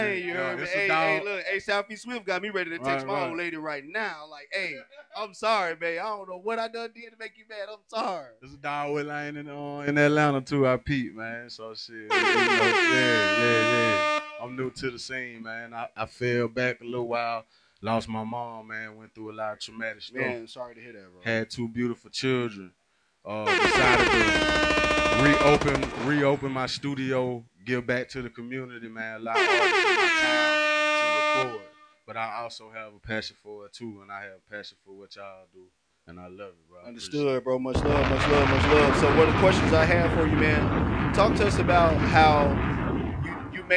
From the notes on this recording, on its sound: live at Bailey’s BBQ in Stone Mountain, GA